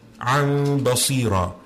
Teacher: So when you join that Ta'in with the Tanween to the Ba, it's as if you're stopping on a Meem. · Term: Iqlab